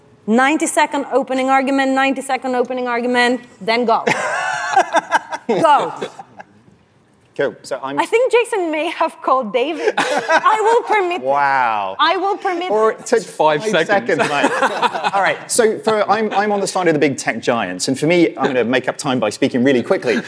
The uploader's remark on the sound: The F'in Debate - Live from Money20/20 Europe.